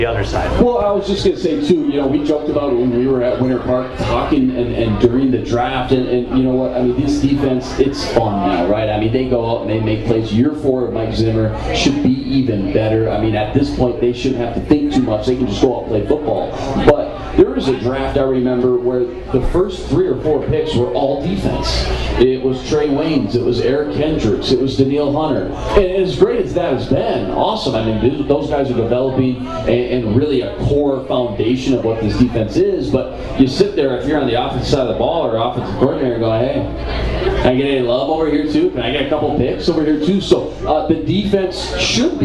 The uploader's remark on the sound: Live From Bonfire in Mankato!